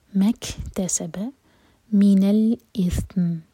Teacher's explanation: کیف ساکن پر ہمس، یعنی کہ سانس جاری رکھیں گے. مکتسب من الاثم، سا پر سکون اور میم پر رکیں گے تو میم پر سکون، تو جھٹکا نہ ہو، بغیر جھٹکے کے پڑھیں گے.